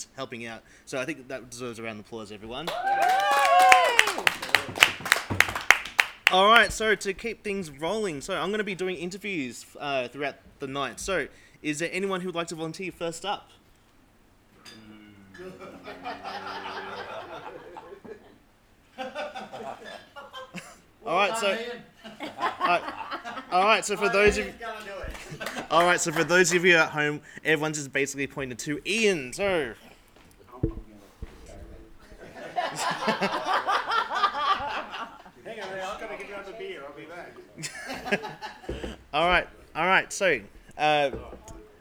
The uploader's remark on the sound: Recorded Live at the ACT Nudist Club.